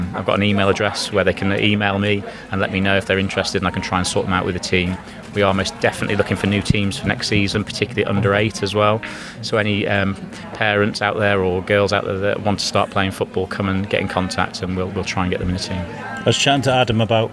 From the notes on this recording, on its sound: Mic in-hand on the football fields at SCAT (Shrewsbury College of Arts and Technology) on London Road. This mission today is to speak to coaches, parents and players.